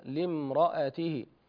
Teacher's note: عندي تعليق واحد وهو لامرأته، هنا اختلاس الحركة، نقول لامرأته هكذا لامرأته.